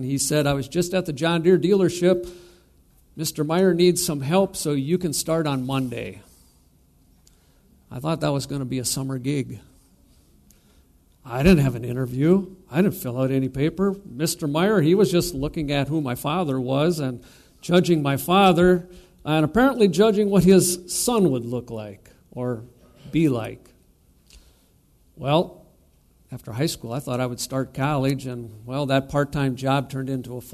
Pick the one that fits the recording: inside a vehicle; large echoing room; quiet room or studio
large echoing room